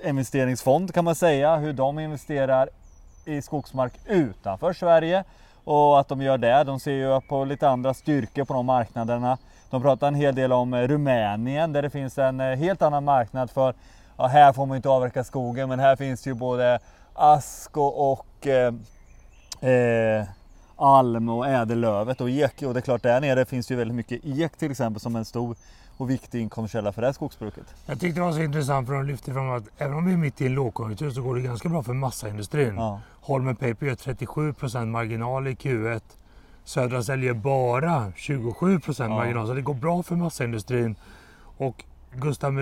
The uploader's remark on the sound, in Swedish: Nytt avsnitt av Virkesstudion är ute, denna gång inspelade i Vitsippsdalen vid Botaniska i Göteborg.